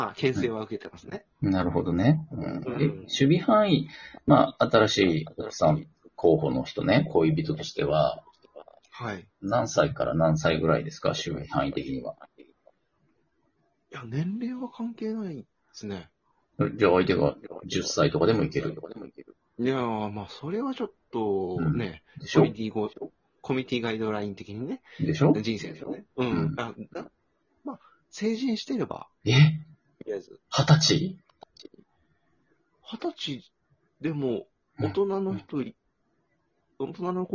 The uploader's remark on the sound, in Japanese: Radiotalkアプリの「リモート収録機能」を使って。2人組 #笑い声あり。